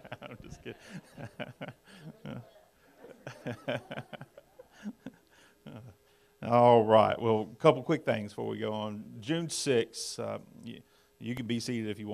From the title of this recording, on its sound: Sun AM Service